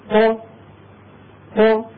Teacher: يبدأون بمخرج ملتصق ثم يقولون ط، فيباعدون بين طرفي عضو النطق · Term: الحروف المقلقلة